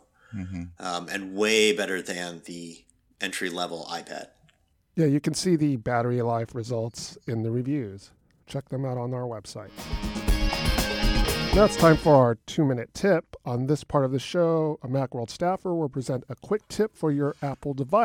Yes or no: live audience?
no